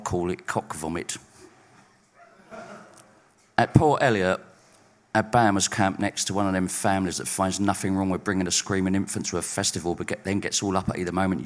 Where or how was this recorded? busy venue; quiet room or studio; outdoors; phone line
busy venue